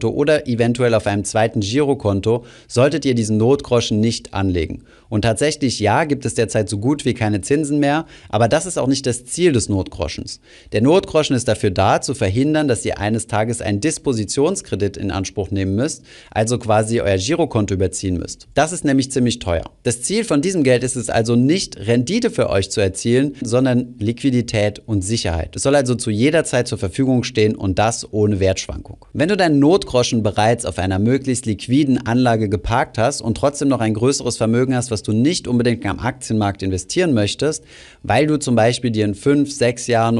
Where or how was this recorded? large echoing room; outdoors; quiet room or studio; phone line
quiet room or studio